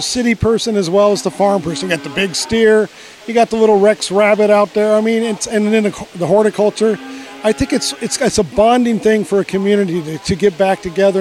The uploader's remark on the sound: ON LOCATION. Making sure you don't miss out on any of the unmistakable sounds of the fair. The fun continues at the Hancock County Fair. You never know who you might bump into on the fairgrounds.